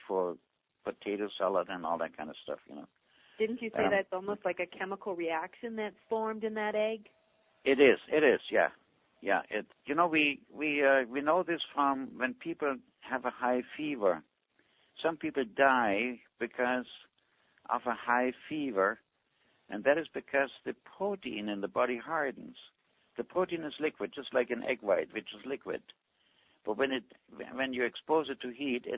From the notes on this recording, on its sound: Avena Originals Conference Call